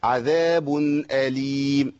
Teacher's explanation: التنوين لا يحرك، التنوين ساكن هنا ومنطوق صح